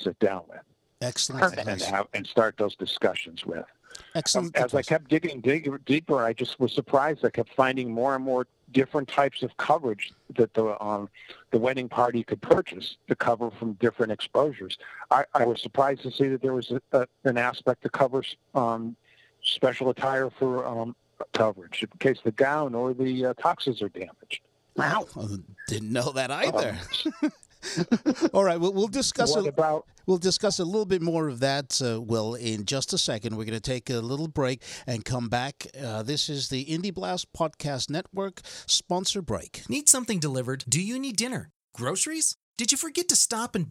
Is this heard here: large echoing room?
no